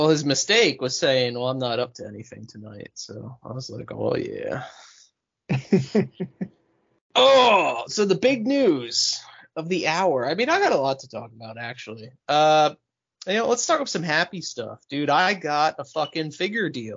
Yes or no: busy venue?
no